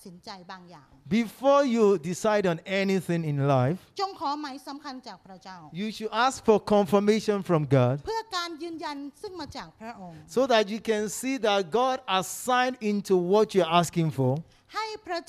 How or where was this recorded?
live audience